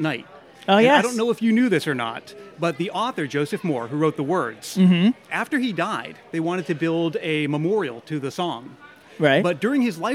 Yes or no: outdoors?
yes